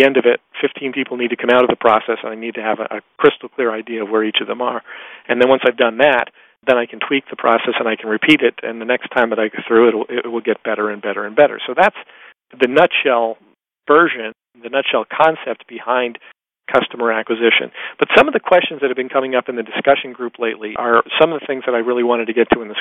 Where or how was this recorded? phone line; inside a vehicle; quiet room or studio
phone line